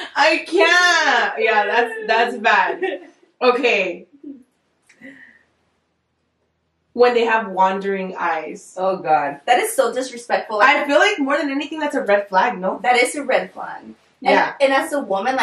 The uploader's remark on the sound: Once again, audio was a problem for the first few episodes, so I’m so sorry about that.